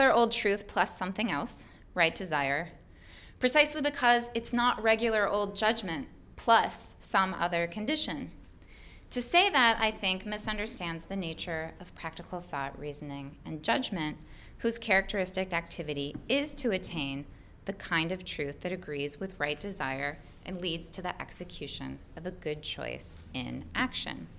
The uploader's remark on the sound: delivered this lecture on May 10, 2018 at the University of Chicago